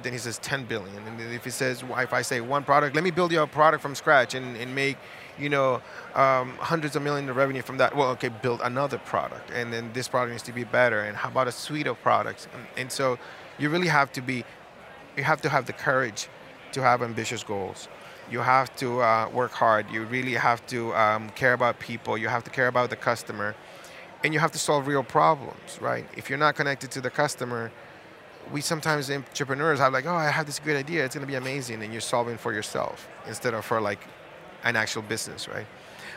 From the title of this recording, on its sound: Live from SaaStock19